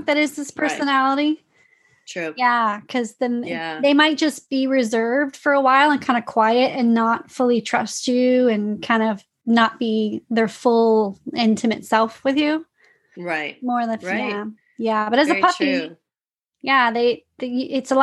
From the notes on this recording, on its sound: we worked together over Zoom for a few sessions